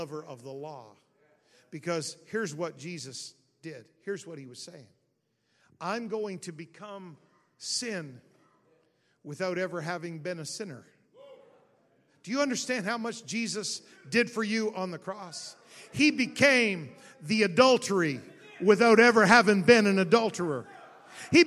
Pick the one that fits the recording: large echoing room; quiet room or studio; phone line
large echoing room